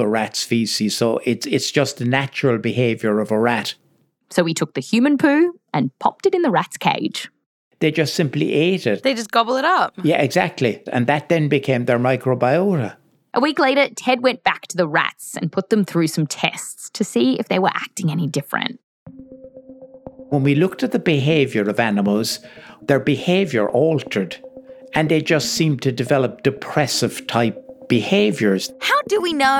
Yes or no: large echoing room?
no